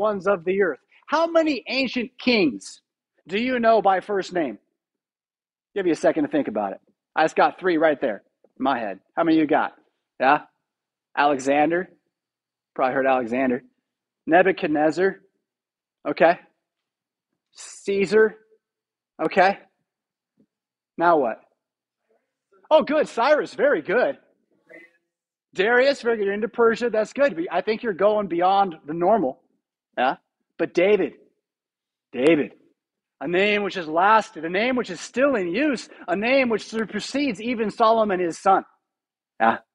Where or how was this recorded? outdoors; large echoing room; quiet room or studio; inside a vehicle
large echoing room